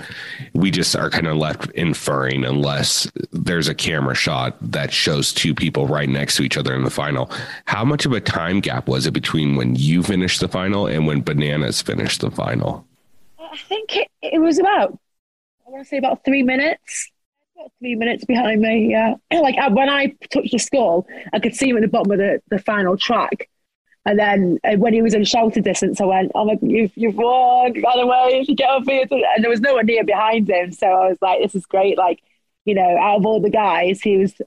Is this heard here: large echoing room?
no